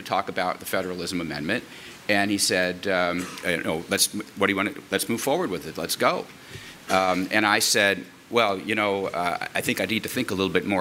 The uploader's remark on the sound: At a 2014 panel given before a group of state legislators.